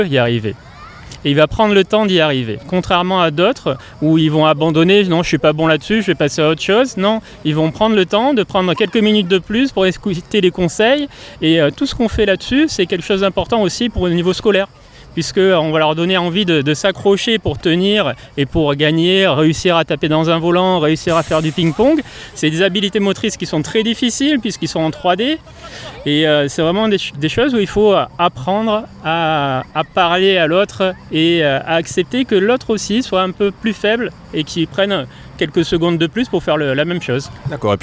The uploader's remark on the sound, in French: Un Parole Partagée à Nice hors les murs en direct du Stadium quartier des Moulins avec l’association PES mais également les associations Sécurité Sociale Sportive et ADSEA.